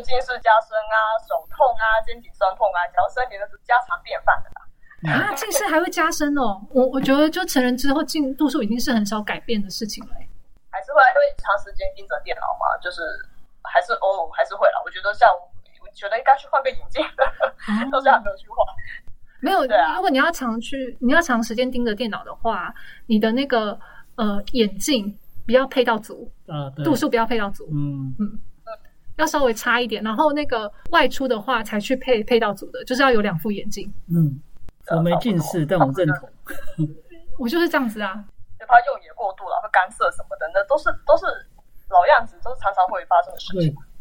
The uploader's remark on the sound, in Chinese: 因為年初突發的疫情改為遠端錄音，品質不佳之處，請大家多多見諒